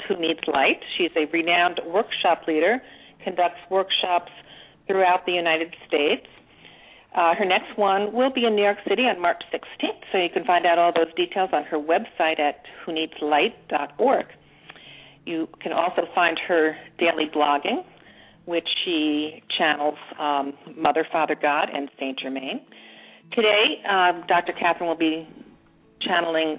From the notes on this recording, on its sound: She will do a channeling session live so that callers can call. Personal responses to callers during the special call-in segment.